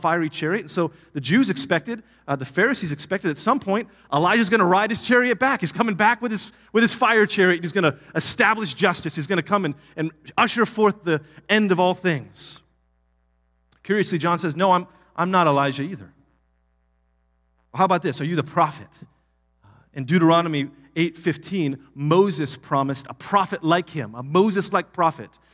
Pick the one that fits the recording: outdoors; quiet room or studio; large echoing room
large echoing room